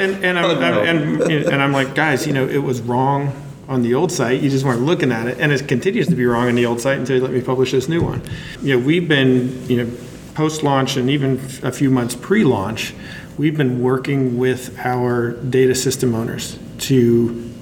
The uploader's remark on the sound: the second “live” recording live from the Healthcare Internet Conference